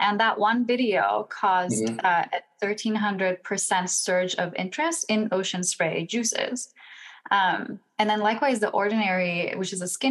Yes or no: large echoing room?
no